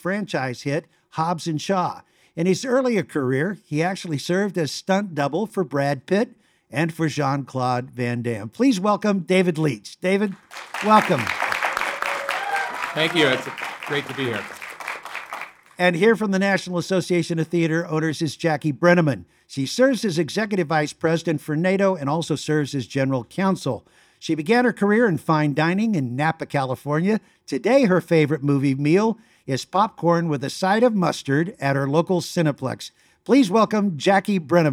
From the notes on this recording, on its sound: Live From Cinionic World 2022. For a live podcast show from Cinionic World.